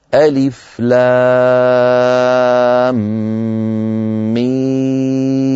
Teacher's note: إذن لابد من مد لام ست حركات لأنه مد لازم حرفي مثقل حرفي لأنه في حرف لازم لوجود السكون الأصلي مثقل لأننا أدغمنا الميم في الميم فصار بعد حرف المد حرف مشدد يعني مثقل.